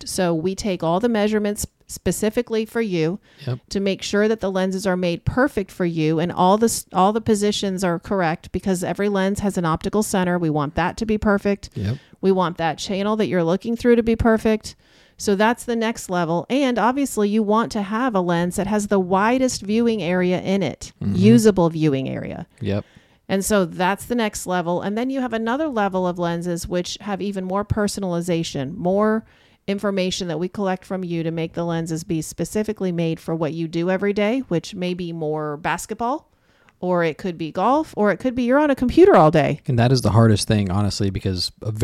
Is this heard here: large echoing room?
no